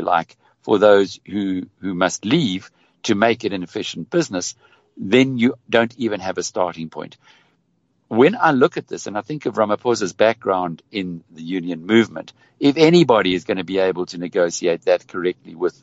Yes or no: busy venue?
no